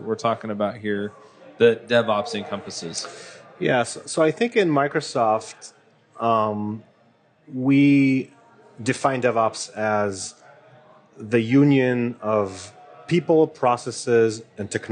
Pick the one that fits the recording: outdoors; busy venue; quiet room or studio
busy venue